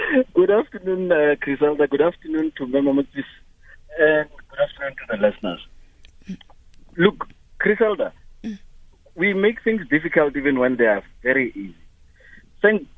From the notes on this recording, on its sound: Guest (phone)